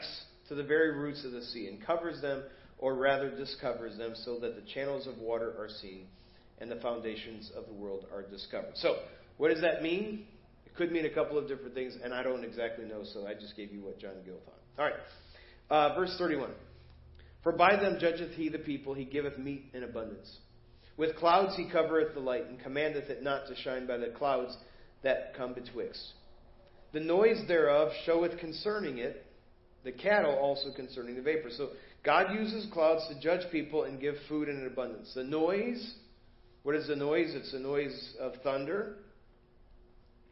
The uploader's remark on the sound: Preached at First Baptist Church of Hazel Park